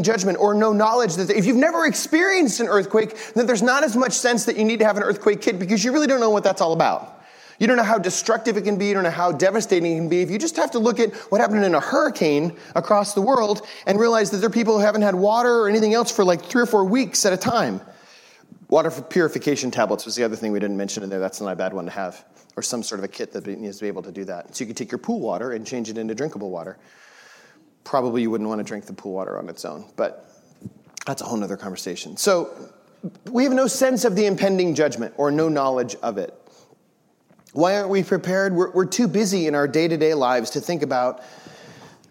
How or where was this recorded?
large echoing room